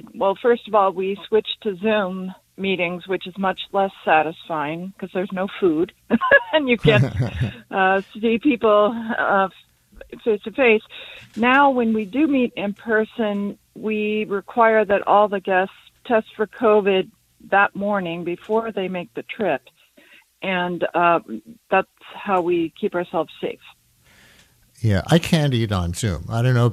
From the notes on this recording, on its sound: Listeners call